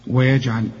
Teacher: ويجعل الجيم بقى قلقلها، ما انت عارف انها لازم تقلقل ما دام عليها السكون